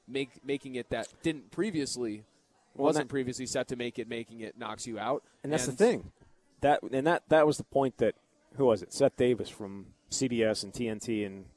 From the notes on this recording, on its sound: live at Monk's in Sun Prairie